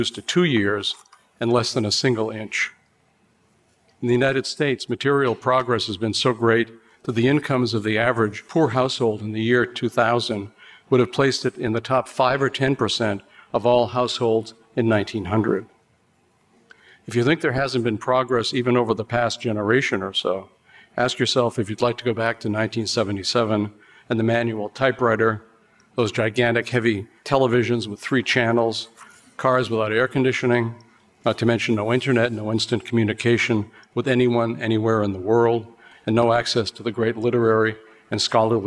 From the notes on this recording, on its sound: Recorded at the Mises Circle in Houston, Texas, on 30 January 2016.